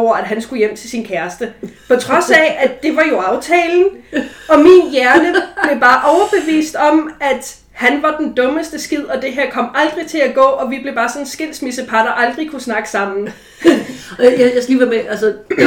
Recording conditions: poor sound quality